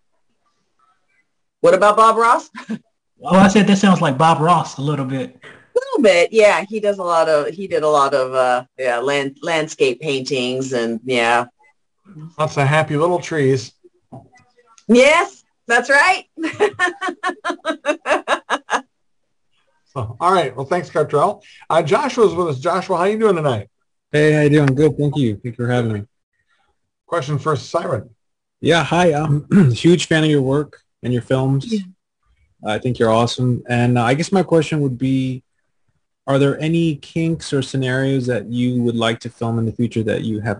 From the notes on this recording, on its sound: on our 2/20/2022 Zoom Show